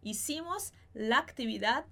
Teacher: Aqui a gente junta o A de lá com o A de actividade.